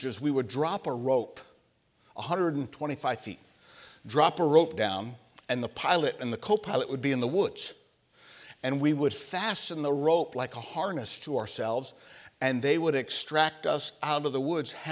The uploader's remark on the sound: For the 2022 Spiritual Awakening Conference from the chapel platform of Baptist College of Ministry.